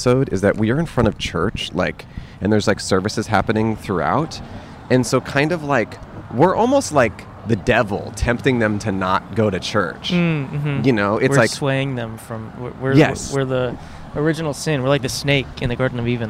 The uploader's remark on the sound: Outside A Hollywood Celebrity Church (Kicked Out). On Easter Sunday at a trendy Church in Hollywood, CA.